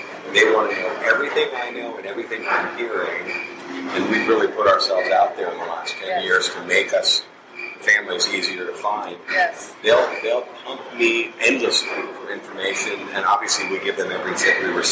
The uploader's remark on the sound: Live from Crimecon 2019. Four guests from previous episodes meet up in New Orleans while attending the Crimecon true crime convention to have a live, face to face conversation.